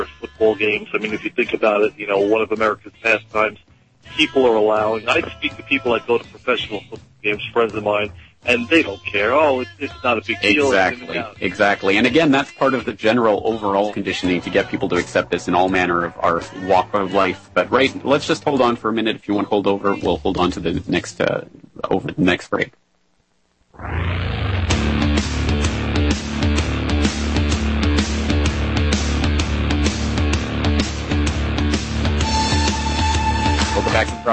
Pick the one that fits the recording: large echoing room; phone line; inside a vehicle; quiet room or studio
phone line